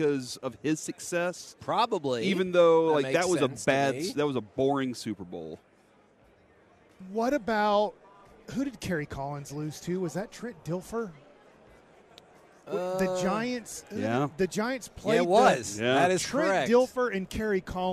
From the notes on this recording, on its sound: LIVE from Radio Row in Las Vegas!